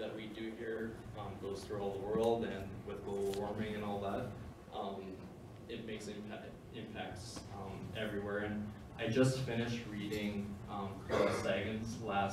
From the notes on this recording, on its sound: A keynote I gave on March 20, 2019